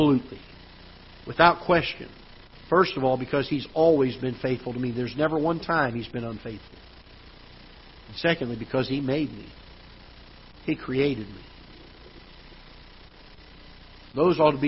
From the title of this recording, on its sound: Ketha Heights Baptist Church ~ Live Broadcast